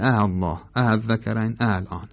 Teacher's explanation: به الله و اذکرین الان که رسیده تسهیل کرده، گفته اه الله اه اذکرین اه الان.